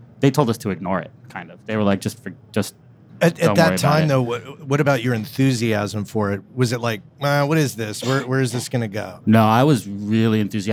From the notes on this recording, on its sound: LIVE From NAMM 2024. Live from the PMC Booth at NAMM.